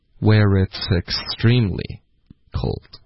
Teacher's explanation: 记得就是 it's 的这个 t 的音会连到 extremely 的这个 x 的音